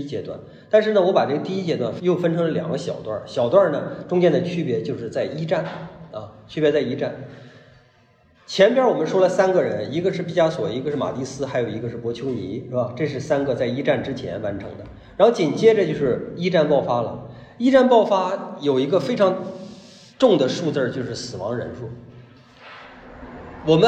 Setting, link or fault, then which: setting, live audience